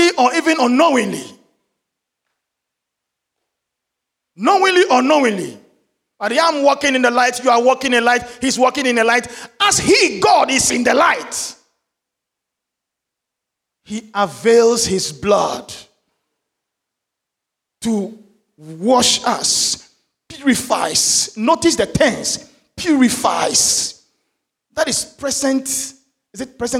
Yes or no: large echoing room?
yes